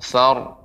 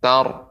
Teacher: ro dibaca tebal karena sebelumnya huruf berharokat fathah